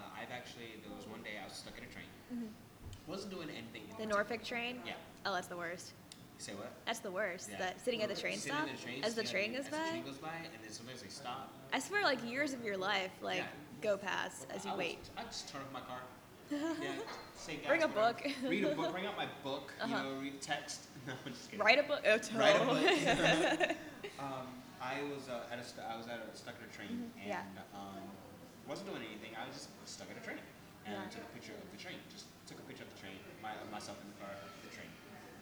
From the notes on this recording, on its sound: This is our very first podcast and we are still working on the kinks of the audio.